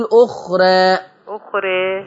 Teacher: أي راء آخرها ألف زي أخرى ورش يقللها يقول أخرى